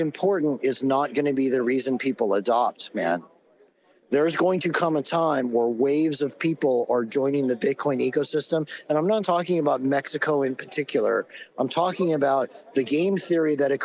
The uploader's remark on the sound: Bitcoin Conference 2022 kicks off today and we are there LIVE!